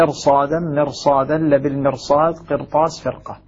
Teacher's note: الراء ساكنة قبلها كسر أصلي في نفس الكلمة، ولكنها تفخم لأنه قد جاء بعدها حرف استعلاء من أحد حروف خص ضغط قض. · هذه الخمس كلمات في القرآن الكريم الراء لجميع القراء فيها مفخمة لا يتأتى ترقيقها